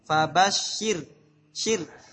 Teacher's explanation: Lihat ro-nya sukun. Sebelumnya kasro. Berarti dibaca tipis ya.